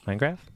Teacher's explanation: Why don't you pronounce the T at the end of Minecraft?